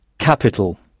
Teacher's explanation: En insistant bien sur la première syllabe, ka, capital. C'est comme si vous frappiez sur cette première syllabe, capital.